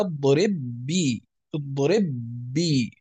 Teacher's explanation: فأدغمت الباء الأولى في الباء الثانية · Term: الإدغام الصغير